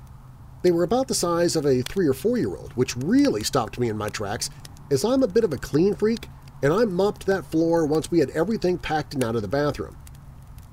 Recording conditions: outdoors